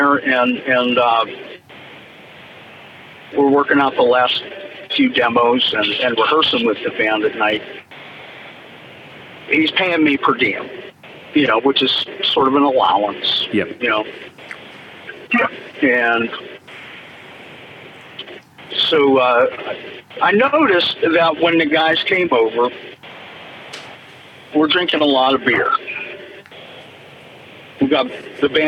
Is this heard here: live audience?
no